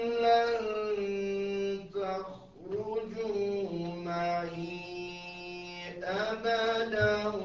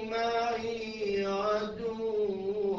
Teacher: في الموضع الأول مد 4 حركات لوقوع الهمزة، في الموضع الثاني فقط حركتين